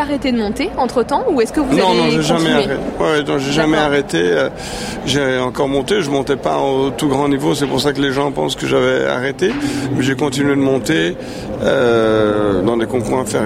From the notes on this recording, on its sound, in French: Cet épisode on l’a enregistré il y a un mois lors du CHI de Genève. Nous avons été reçues par la maison Hermes Sellier nous avons installé nos micros dans leur loge absolument sublime.